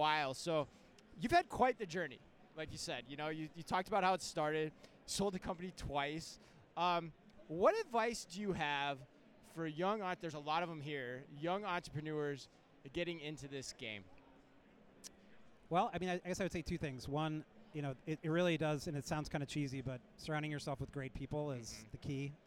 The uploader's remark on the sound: We go live from Manifest 2024